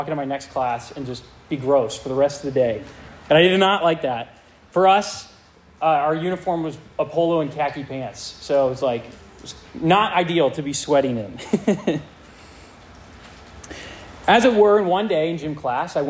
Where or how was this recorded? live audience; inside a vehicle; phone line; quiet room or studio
live audience